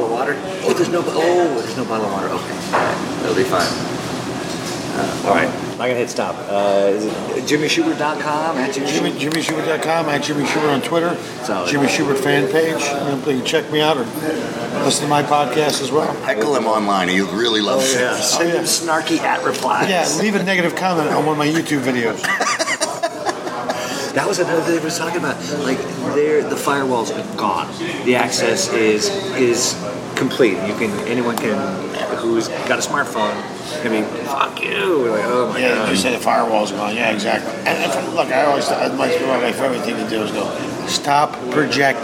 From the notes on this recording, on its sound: At Pagliacci's. Grabs a short rib panini with comedians.